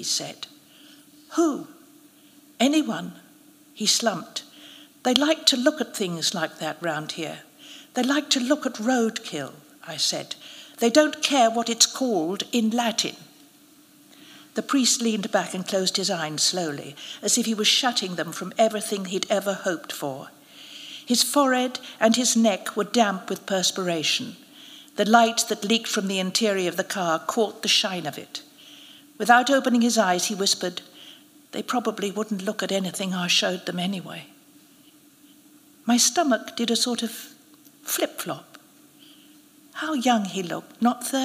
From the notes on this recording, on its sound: Royal Academy of Arts. The winning story was announced and narrated at a special live event.